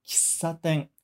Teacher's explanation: Kissaten começa com K-I, mas a gente mal pronuncia esse I, tá? A gente pronuncia praticamente só o K.